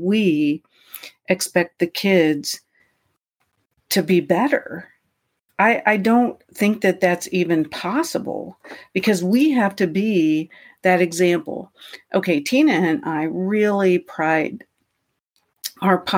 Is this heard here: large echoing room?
no